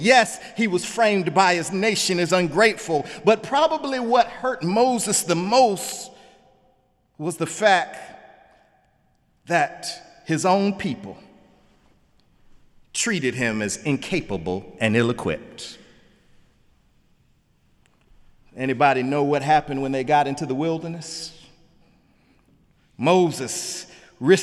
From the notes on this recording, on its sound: in the Memorial Church